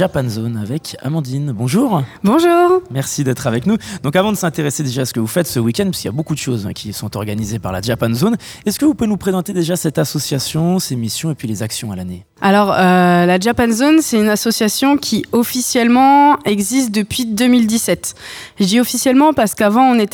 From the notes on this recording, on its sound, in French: en direct du l’évènement rétrogaming de la MJC